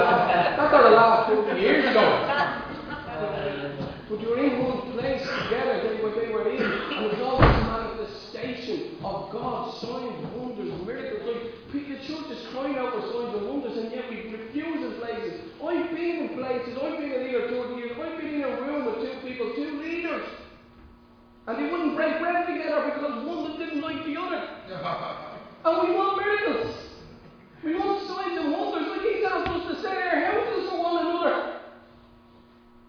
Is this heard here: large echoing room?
yes